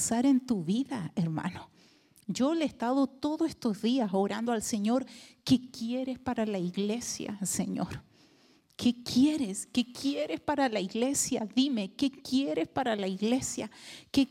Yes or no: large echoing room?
yes